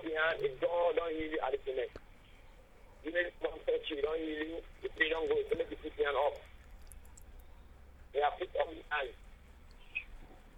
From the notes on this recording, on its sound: Speaking via phone to group in Sierra Leone.